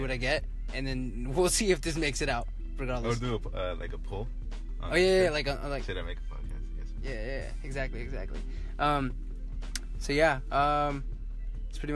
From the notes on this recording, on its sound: I was driving, sorry!